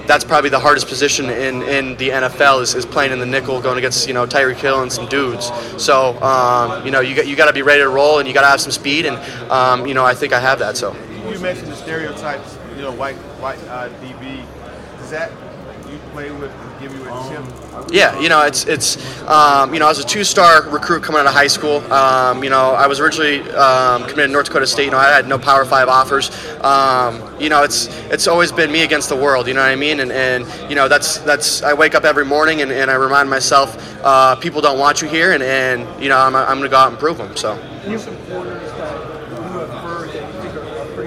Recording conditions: busy venue